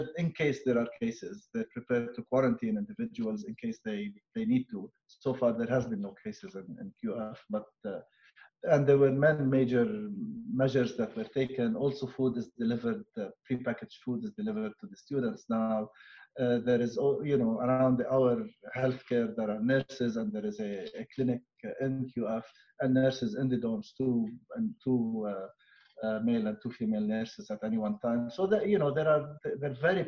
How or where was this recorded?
video call